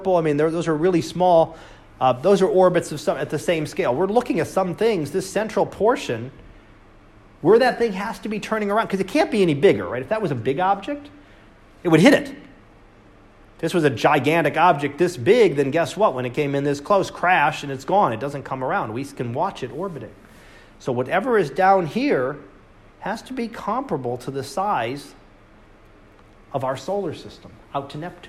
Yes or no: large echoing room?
yes